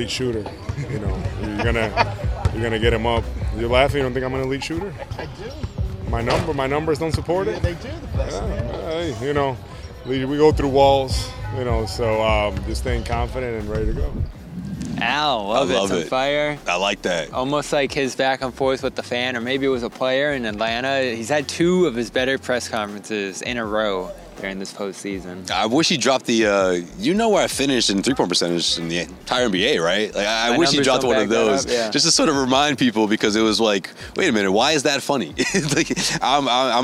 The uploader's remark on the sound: Report from Philly. LIVE from Wells Fargo Center in Philadelphia.